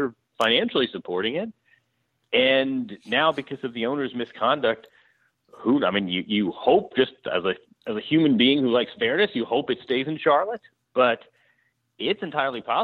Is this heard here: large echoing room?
no